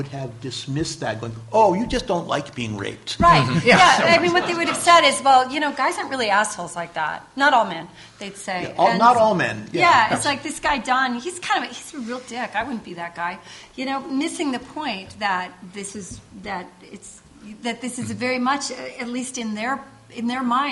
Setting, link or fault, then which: setting, live audience